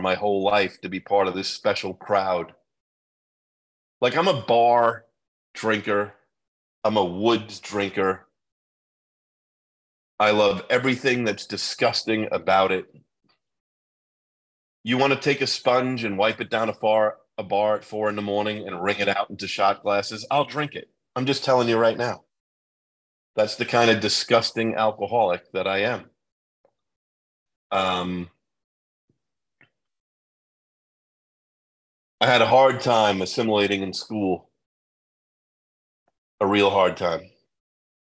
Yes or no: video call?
yes